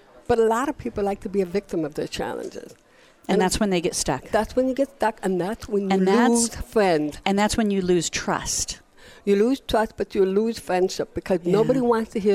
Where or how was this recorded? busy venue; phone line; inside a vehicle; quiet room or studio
busy venue